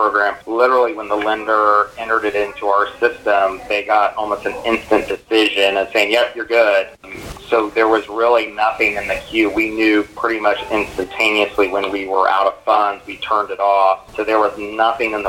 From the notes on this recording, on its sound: Excerpts from SBA Phone Conference. Shared here are excerpts of SBA's presentation and press questions.